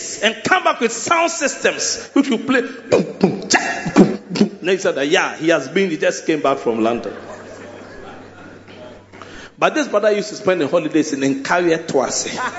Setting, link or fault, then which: setting, large echoing room